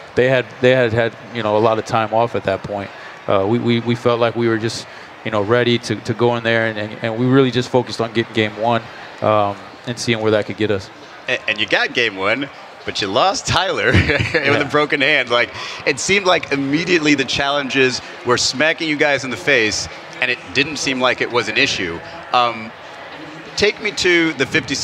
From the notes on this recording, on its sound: Interview LIVE from Summer League. LIVE during NBA Con at Las Vegas Summer League.